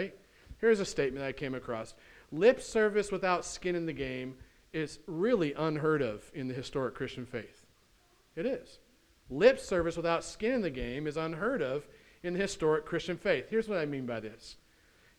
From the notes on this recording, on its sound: at The Well, an Acts 29 and Converge Heartland Church in Hastings, NE